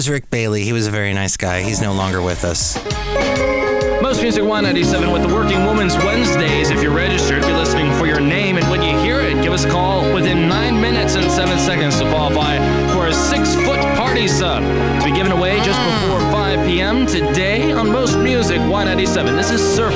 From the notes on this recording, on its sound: podcasts live from Café Anyway